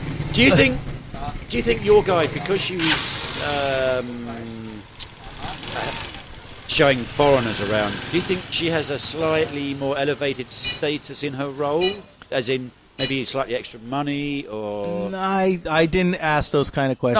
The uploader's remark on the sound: This episode was recorded from The Store in Baijiao Town, of the Doumen District in Zhuhai.